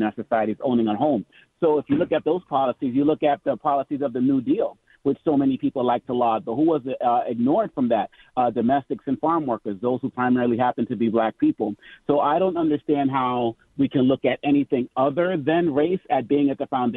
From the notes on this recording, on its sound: Then we take phone calls.